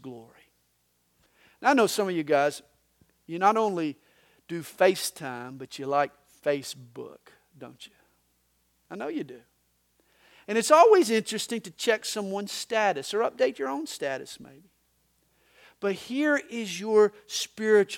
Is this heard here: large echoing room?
yes